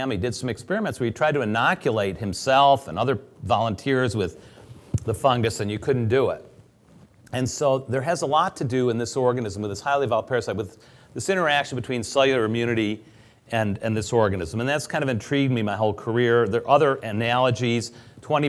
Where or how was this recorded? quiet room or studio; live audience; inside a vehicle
live audience